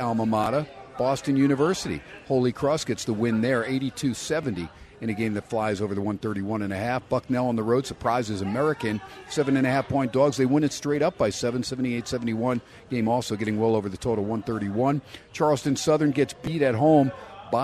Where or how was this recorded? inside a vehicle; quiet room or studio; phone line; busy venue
busy venue